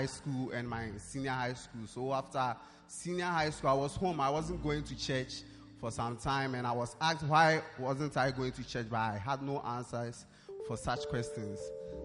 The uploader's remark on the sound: Preached at the Prophetic Encounter Service